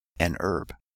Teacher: when an occurs before words beginning with an orthographic H, this H is not pronounced · Term: non-pronunciation of initial H